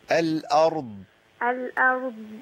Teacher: بص معايا مني كده انا بسكن الضاد خالص